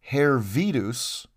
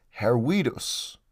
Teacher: in Latin, the letter V isn't pronounced as V. It's pronounced as a W · Shown in: second take · like W. Therefore, you wouldn't read it as Hervidus, you would pronounce it as Hervidus.